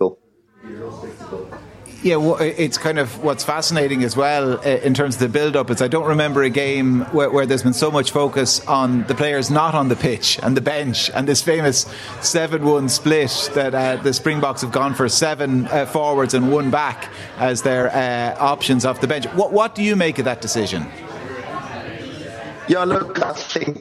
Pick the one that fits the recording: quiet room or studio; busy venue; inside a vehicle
busy venue